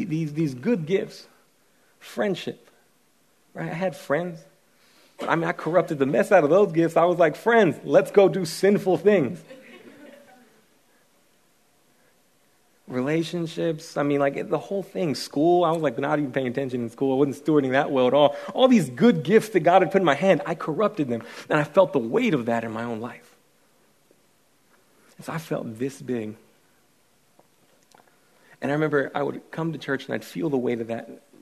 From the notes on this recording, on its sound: speaking at our Every Nation Student Conference in Columbia